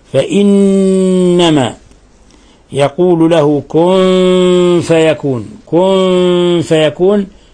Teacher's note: فإنما حرف غن مشدد، النون مشددة فهي تغن مقدار حركتين